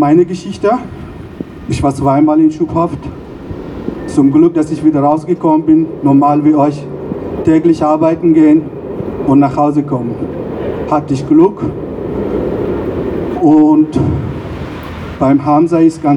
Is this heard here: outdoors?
yes